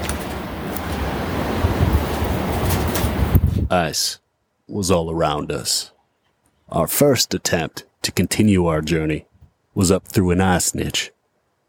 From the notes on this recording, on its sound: Today we pair a beer style with Grand Teton National Park. As we hike deep into the Teton Mountain Range. Our final destination is the remote Delta Lake.